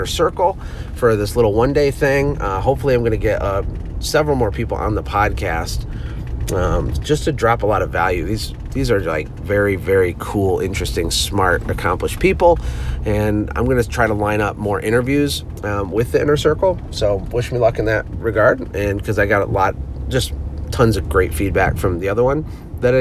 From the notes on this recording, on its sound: I’m sitting in my car driving to my son’s field day!